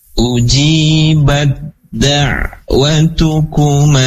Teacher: Cara membacanya berarti masuk ke dalam huruf dal · Term: idgham mutajanisain